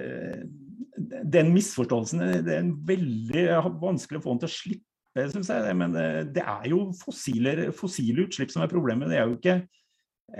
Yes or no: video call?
yes